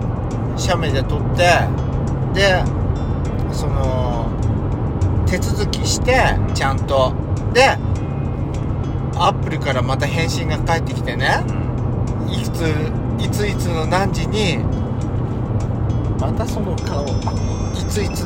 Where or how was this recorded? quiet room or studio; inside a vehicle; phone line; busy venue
inside a vehicle